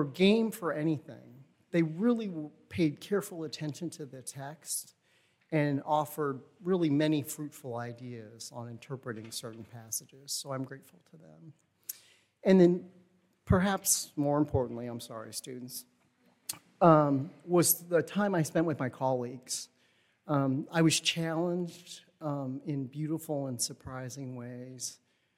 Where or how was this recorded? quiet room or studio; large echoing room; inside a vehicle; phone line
large echoing room